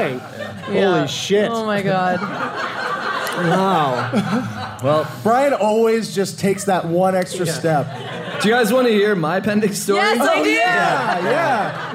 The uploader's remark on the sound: Enjoy one of our favourite LIVE shows of all time from Squamish, BC.